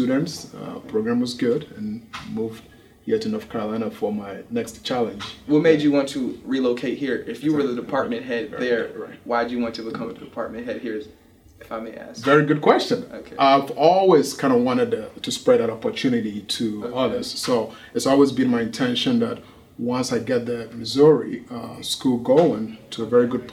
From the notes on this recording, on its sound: In this special episode from the African American Cultural Celebration. Interview performers and participants at the festival.